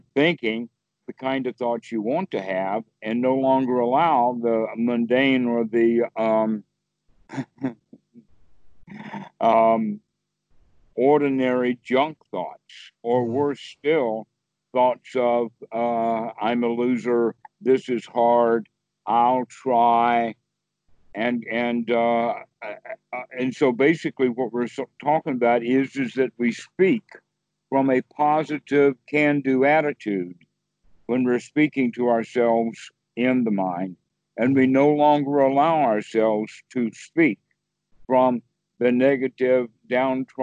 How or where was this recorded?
video call